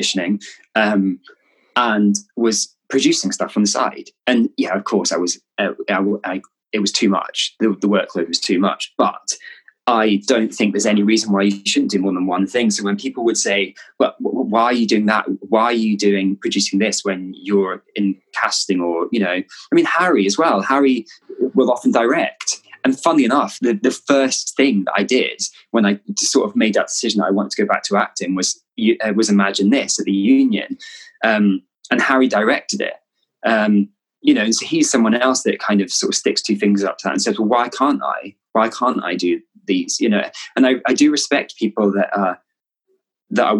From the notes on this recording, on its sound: This was recorded in early May 2020 over zoom.